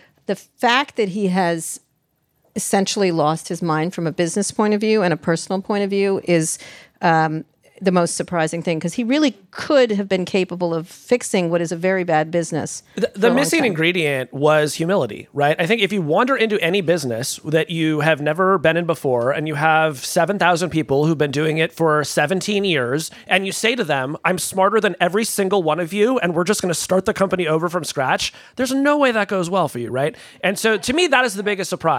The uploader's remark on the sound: This conversation was taped in front of a live audience at Manny’s in San Francisco.